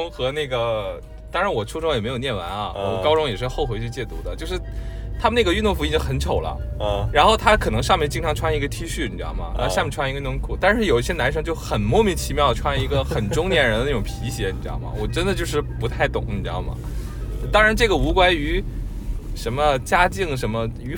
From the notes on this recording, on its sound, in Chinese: 本期录音来自周六演出当天前往拍摄场馆路途中录制